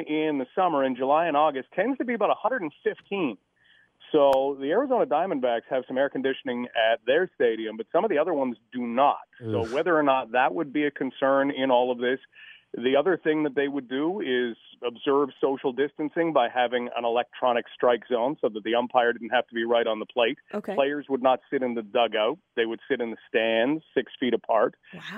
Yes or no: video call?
no